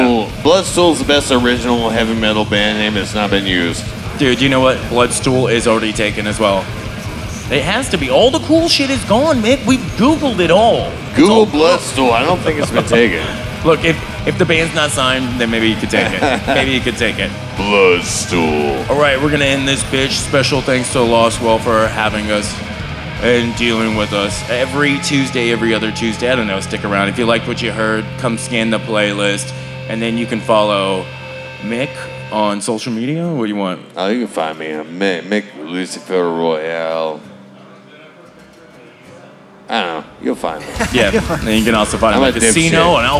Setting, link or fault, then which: setting, busy venue